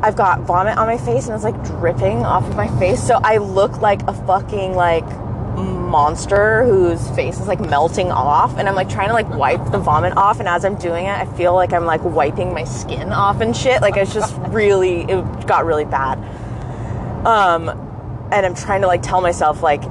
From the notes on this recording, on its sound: We are so sorry it was recorded in a car. This was our very first recording experience, and we were slightly hungover...